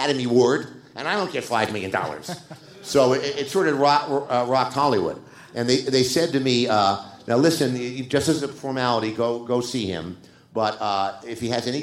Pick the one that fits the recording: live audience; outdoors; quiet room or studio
live audience